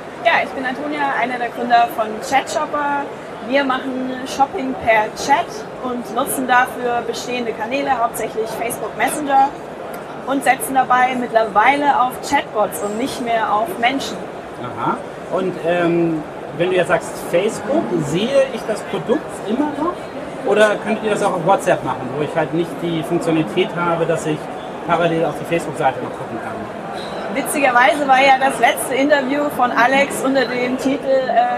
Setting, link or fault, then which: fault, background noise